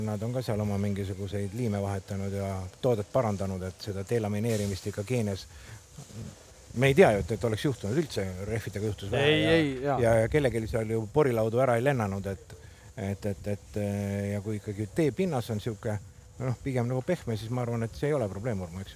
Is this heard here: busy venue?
yes